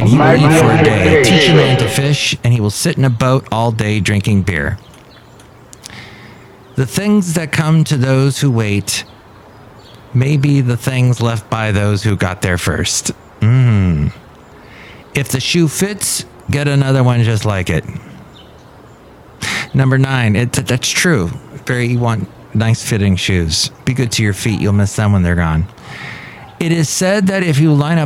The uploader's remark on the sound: Podcasts live from Café Anyway.